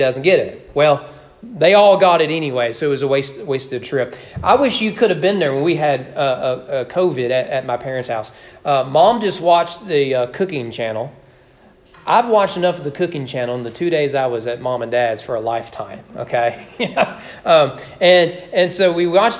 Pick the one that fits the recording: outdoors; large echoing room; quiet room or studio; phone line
large echoing room